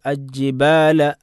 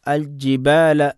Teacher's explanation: ലാമിനെ ജീമിലേക്ക് ഇദ്ഗാം ചെയ്ത് ഓതാൻ പാടില്ല, അവിടെ ഇൽഹാർ ചെയ്തുകൊണ്ട് തന്നെ ഓതണം · Shown in: second take